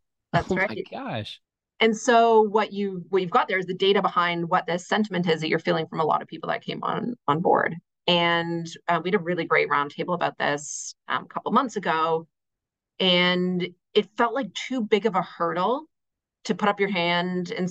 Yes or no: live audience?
no